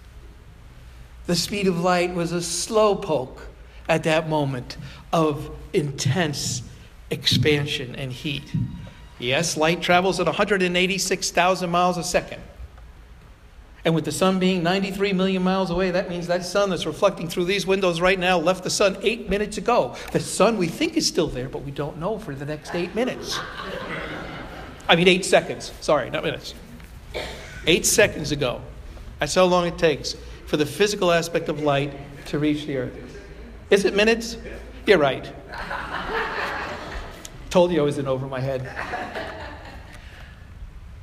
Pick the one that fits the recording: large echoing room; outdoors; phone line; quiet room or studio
large echoing room